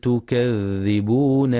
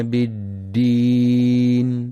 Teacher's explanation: وفي قوله سبحانه كلا بل تكذبون بالدين، يراعي القارئ رخاوة الذال في كلمة تكذبون وشدة الدال في كلمة بالدين